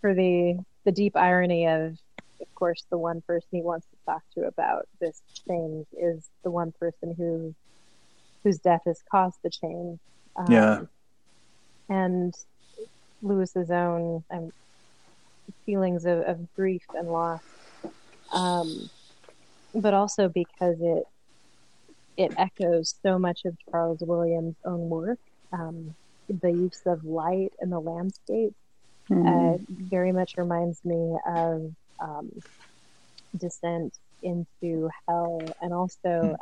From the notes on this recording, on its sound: Apologies for the audio quality.